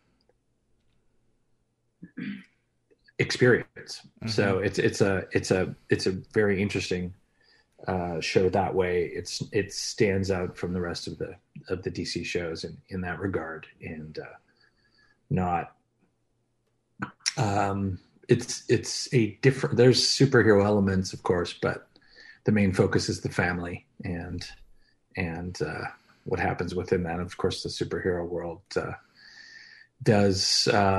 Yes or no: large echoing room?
no